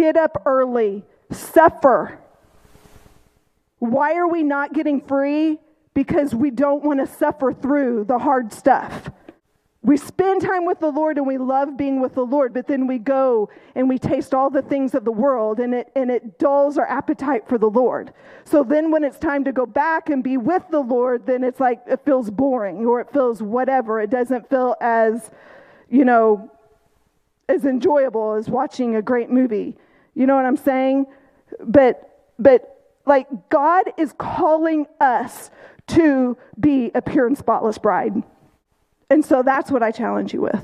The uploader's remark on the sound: This message had a lot of comments and scripture reading that didn't use a microphone. The recording is a bit choppy and was unable to capture those scripture readings and comments.